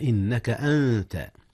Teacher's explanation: جاء الإخفاء هنا يا أستاذنا، أخفي النون قبل التاء إذ هي من حروف الإخفاء